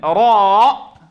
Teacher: أبين الهمزة إضافة لفتح الفم عند الألف